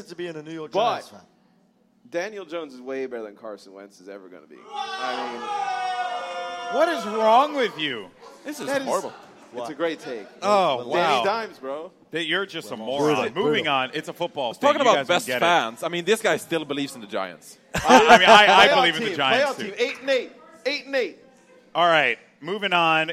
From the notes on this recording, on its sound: LIVE recording from Philadelphia.